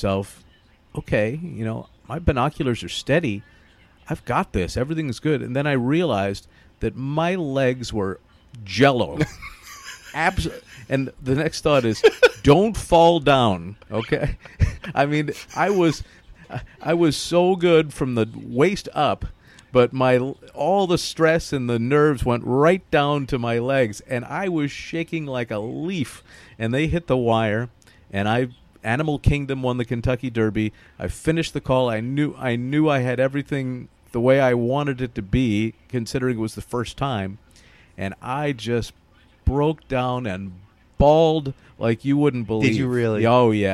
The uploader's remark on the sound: live from Belmont Park